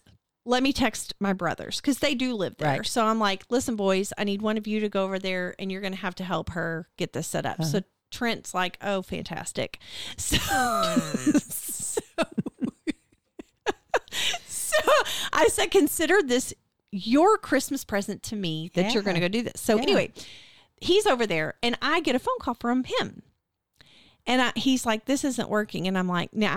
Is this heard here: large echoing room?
no